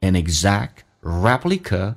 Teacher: 两辅音在一起就用发前面一个，气流阻塞一下就可以叫 exact